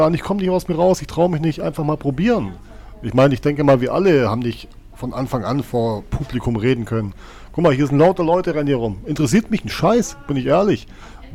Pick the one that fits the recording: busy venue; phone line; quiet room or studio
busy venue